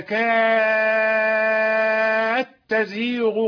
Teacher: لأن السوسية يقرأ بالتاء وآخرون يقرؤون بالياء، فأدغم الدال في التاء ومد المد الطويل